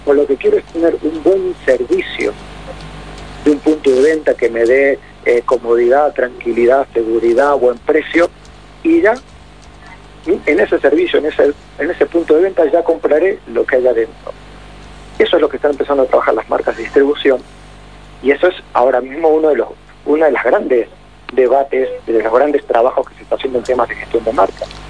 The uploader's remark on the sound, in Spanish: durante una entrevista telefónica con Radio Mitre de Mendoza